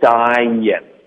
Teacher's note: 会用一个 ye 的音到添加进去，然后就变成一个过渡了